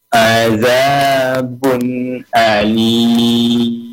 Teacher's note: Bunnya pendek, alinnya yang panjang.